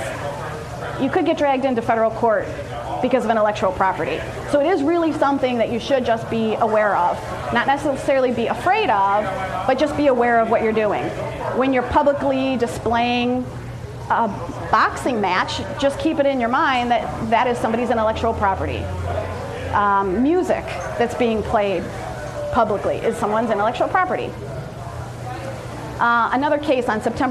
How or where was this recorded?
busy venue